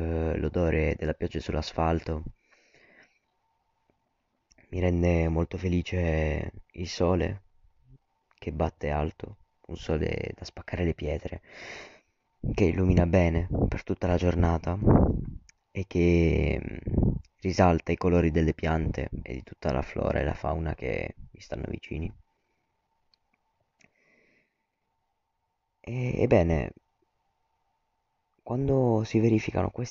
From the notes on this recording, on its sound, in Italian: l'audio è molto scarso